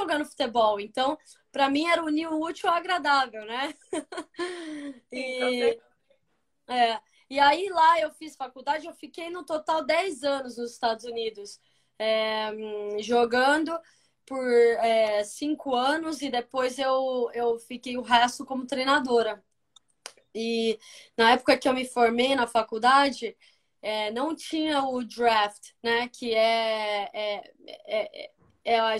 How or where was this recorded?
video call